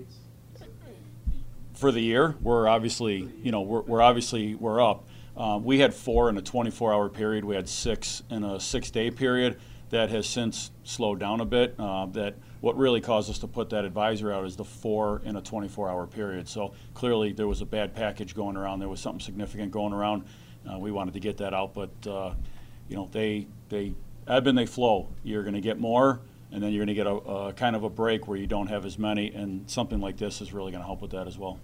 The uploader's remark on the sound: Erie County Sheriff's Office press conference